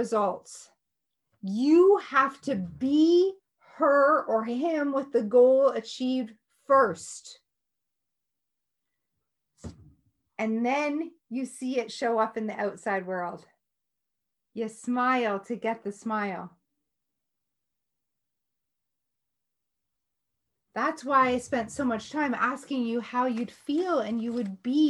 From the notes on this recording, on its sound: Today's episode in an excerpt from one of my Zoom classes.